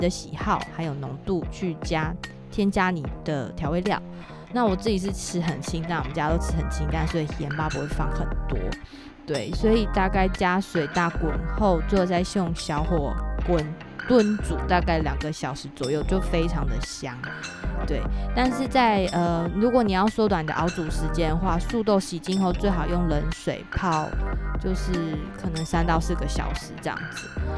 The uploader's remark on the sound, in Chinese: Ubi行動錄音室，跟著我的行走節奏，藉由工作、旅行，走進不同的部落，蒐集部落在地的聲音。